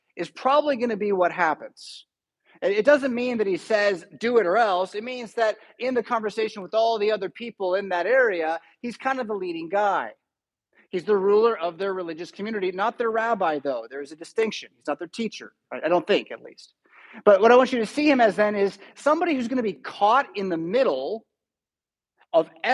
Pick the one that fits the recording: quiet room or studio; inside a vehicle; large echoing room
large echoing room